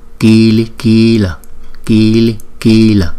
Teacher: Chữ y thì kéo dài 2 nhịp.